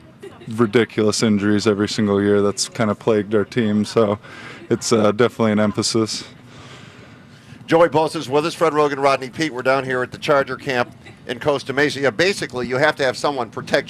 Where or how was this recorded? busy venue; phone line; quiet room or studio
busy venue